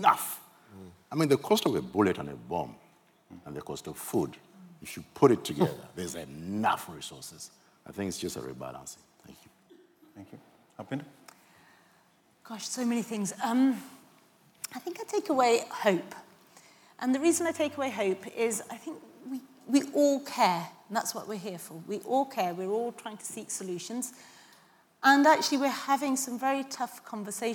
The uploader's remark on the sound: This episode is a recording of the closing panel of the Humanitarian Xchange (Hx) conference which took place in London on 20 February 2024.